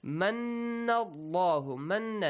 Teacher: Manna Allahu, manna nun mushaddad. You should produce a nasal sound, idgham sound, and also prolong it for two counts